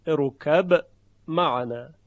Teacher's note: اگر شما خواستید اظهار بکنید لاجرم باید قلقله حرف با رو به وضوح بیاورید